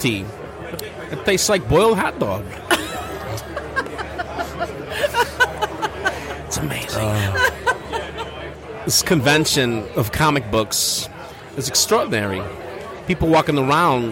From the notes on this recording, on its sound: Live from Astronomicon